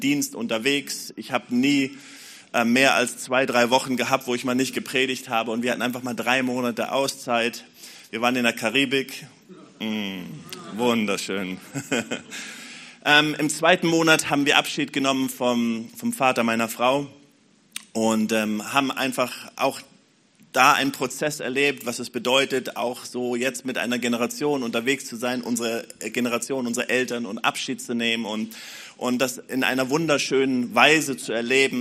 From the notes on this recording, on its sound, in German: Predigten aus der Missio Kirche. Gemeinde für Bad Kreuznach und Region.